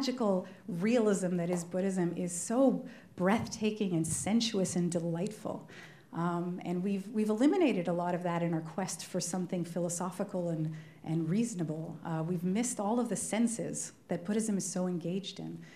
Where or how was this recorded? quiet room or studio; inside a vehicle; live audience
live audience